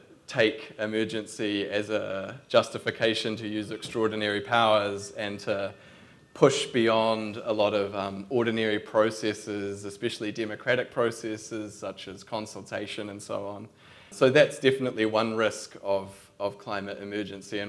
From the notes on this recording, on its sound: This podcast is an edited recording of a kōrero between two contributors to the book. At the book’s Auckland book launch in July.